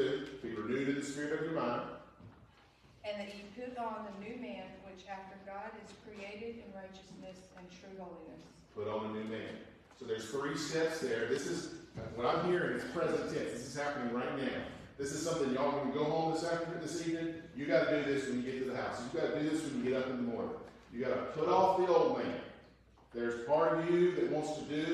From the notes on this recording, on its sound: Warning: poor audio quality!